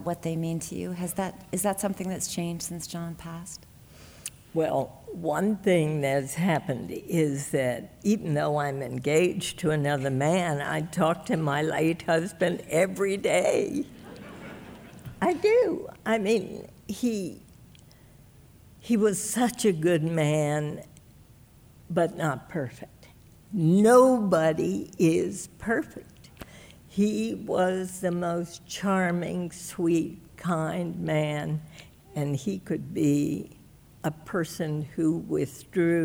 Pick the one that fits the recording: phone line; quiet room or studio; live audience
live audience